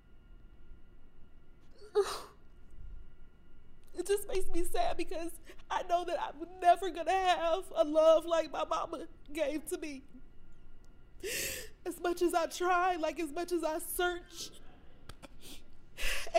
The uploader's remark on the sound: Live From the #SelfCareIRL Retreat In Mexico